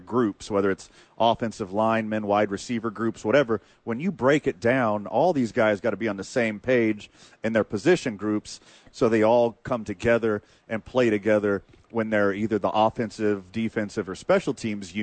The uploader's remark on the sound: live at The Duke Store